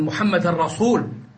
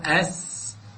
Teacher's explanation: ونقولها بالسين مرققة مهموسة فيها الصفير تخرج من مخرجها، وهي من حروف الترقيق · Shown in: second take